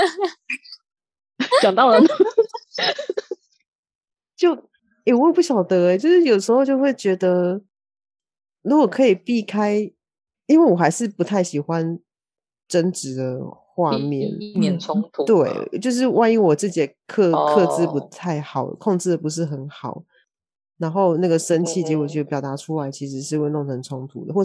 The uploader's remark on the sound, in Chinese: 也撥出時間共聚online，。在艱辛的網路連線環境中，克難地錄製節目，。